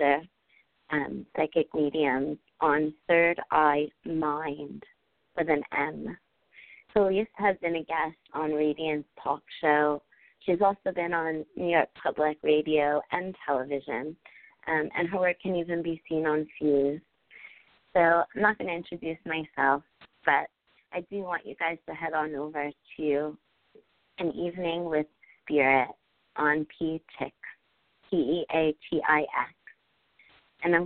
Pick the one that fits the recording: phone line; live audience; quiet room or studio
phone line